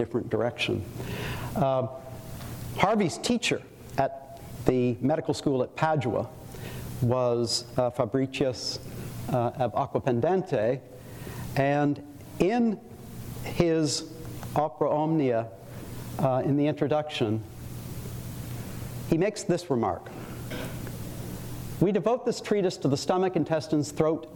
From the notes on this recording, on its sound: Audio recording of a lecture delivered on March 22, 2013. As part of the Formal Lecture Series.